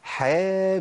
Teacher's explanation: ده انا عندي بعديها حرف مرقق الميم، يبقى انا مش شرط ان يكون بعدها مفخم، مش شرط. اخد بالي ما ضخمش صوت الحاء اذا جه بعديها الف